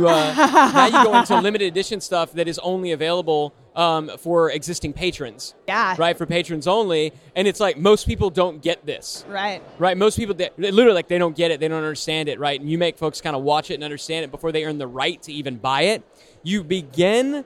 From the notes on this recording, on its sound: Live from Traffic & Conversion Summit 2018. To answer questions from Traffic & Conversion Summit attendees, live from the Summit!